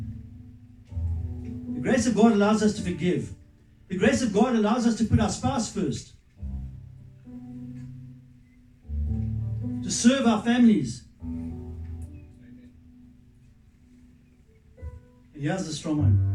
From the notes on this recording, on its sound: Recorded live at Love Beyond Church